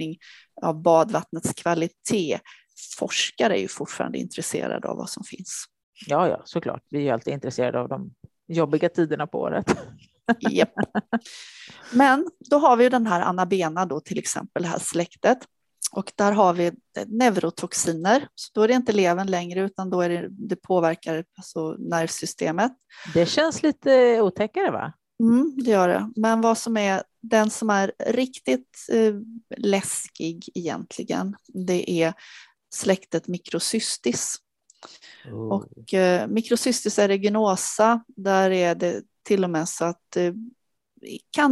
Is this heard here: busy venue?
no